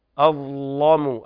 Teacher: قرأ ورش بتغليظ اللام لتوفر فيها الشروط، وهو وقوع اللام بعد حرف الضاء ووقوع الضاء قبلها مفتوحة.